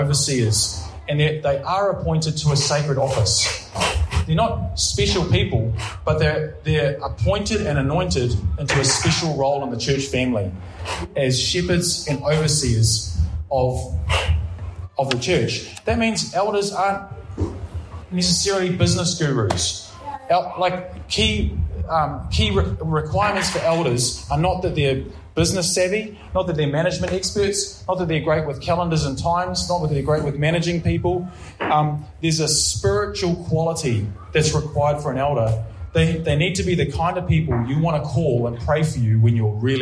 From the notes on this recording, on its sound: Preached at Ngaruawahia